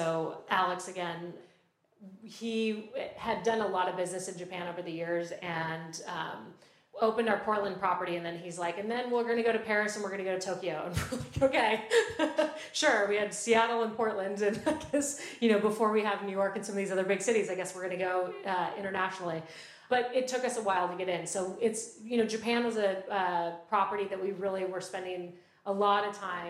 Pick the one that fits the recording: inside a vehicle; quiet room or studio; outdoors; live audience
live audience